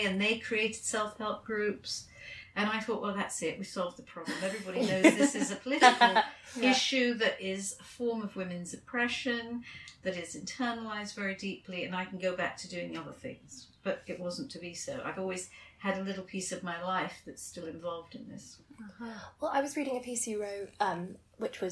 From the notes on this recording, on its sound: apologies about the sound quality